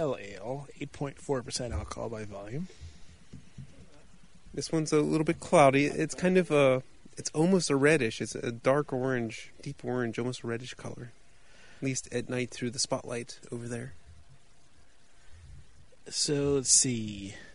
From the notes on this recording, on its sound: We're recording on the mobile rig outside, we have guests to share the beer.